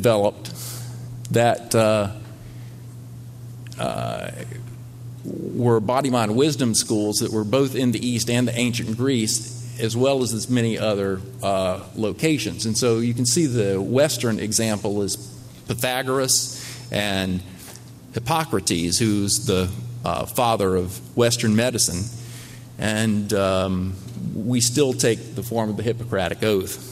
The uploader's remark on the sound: as part of the Tibetan Medicine Conference on Mind-Body Health held at Harvard in October, 2017